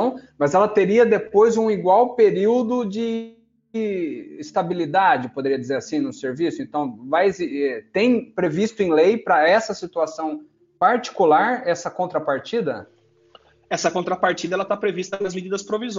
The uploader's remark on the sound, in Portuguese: PodCast gravado via videoconferência